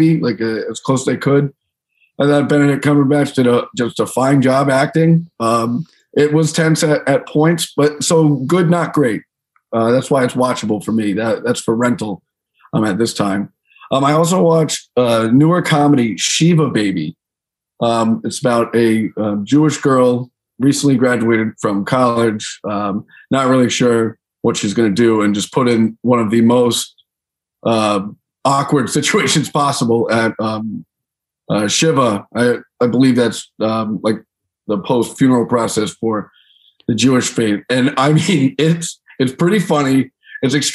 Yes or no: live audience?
no